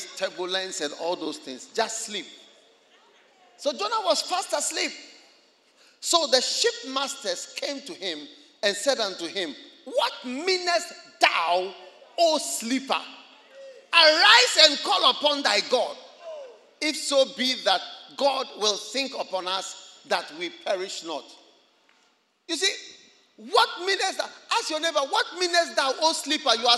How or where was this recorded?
large echoing room